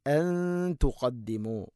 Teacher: നൂനിനെ അവ്യക്തമാക്കി മണിക്കണം. ഇഖ്ഫ ബിഗുന്നയാണത്.